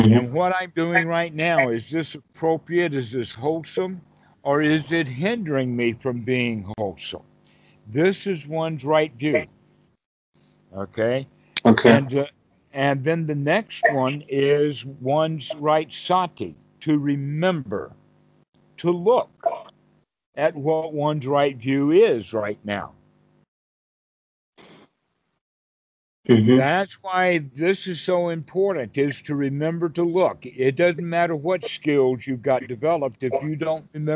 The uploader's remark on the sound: Skype calls on this channel. Recorded calls.